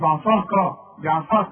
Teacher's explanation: العين خليها مرققة، الكاف مرققة، الصاد هي المفخمة.